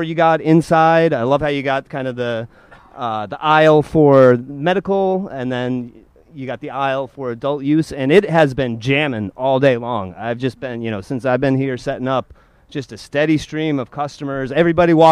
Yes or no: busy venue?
yes